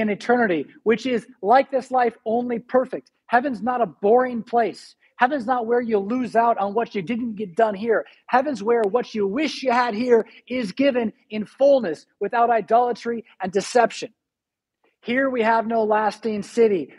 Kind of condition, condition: setting, large echoing room